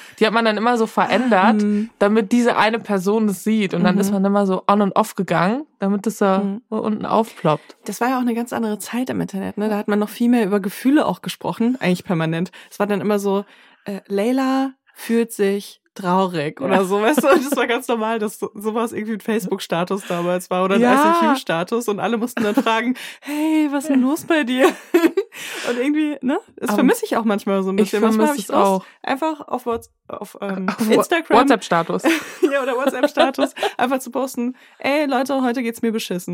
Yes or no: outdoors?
no